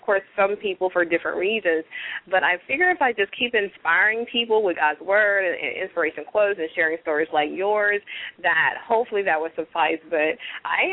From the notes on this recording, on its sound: Today we are opening the phone lines for our listeners to be our guest and decide our topics!!! LML uses a progressive live call in format.